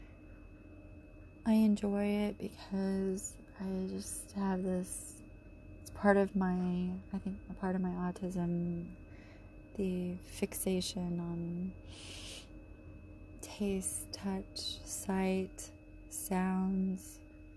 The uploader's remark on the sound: Terrible background noise in the neighborhood.